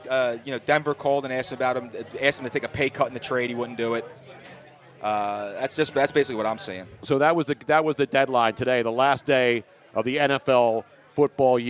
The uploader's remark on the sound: The fun continued live from Nick's Place in Houston getting set for #FinalFour.